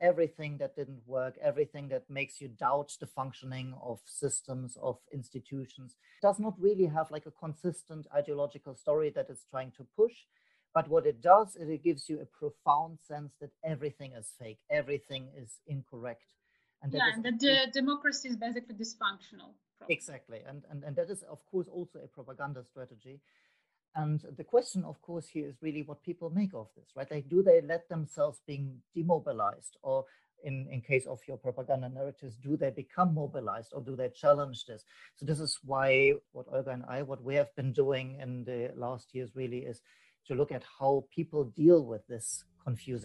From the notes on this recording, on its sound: This podcast was recorded via ZOOM app.